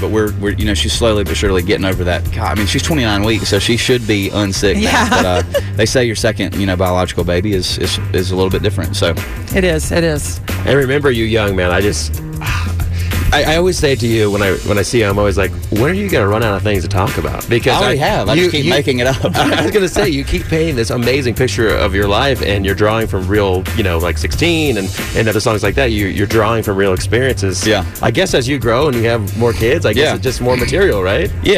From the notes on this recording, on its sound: live from the CMA Awards in Nashville!